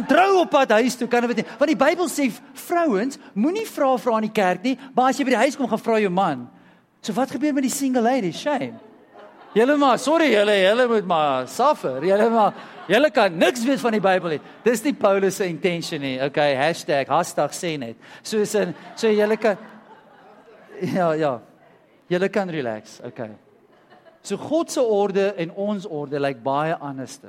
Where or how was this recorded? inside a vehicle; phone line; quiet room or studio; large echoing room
large echoing room